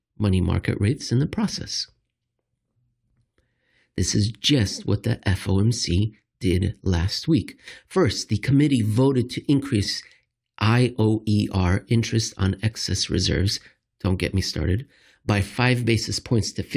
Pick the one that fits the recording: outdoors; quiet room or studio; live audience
quiet room or studio